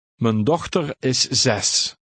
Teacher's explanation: The first word is unstressed.